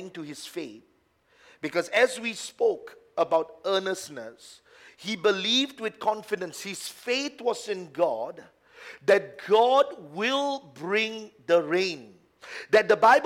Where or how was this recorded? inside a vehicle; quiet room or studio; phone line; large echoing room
large echoing room